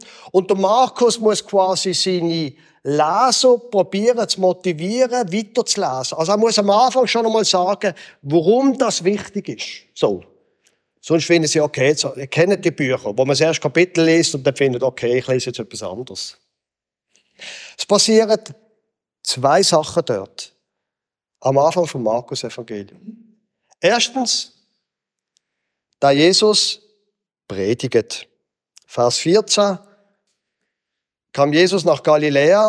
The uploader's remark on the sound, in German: Gottesdienst am Generationen-Wochenende im Begegnungszentrum Rüdlingen